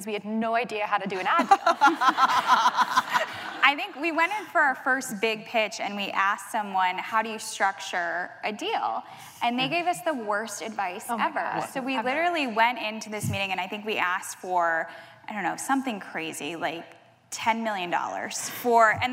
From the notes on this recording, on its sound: It was recorded on Jan 18, 2017 in front of a live audience at New York's 92nd Street Y.